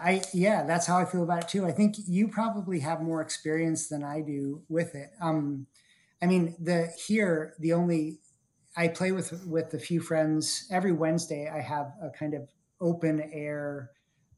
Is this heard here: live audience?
no